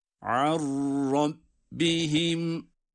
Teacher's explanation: cezimli nun kendisinden sonra gelen ra harfine katılarak ra şeddeliymiş gibi okunuyor. Buna itham bila gunne diyoruz.